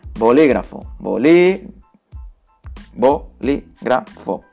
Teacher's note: Ahora las esdrújulas, sílaba tónica en antepenúltimo lugar.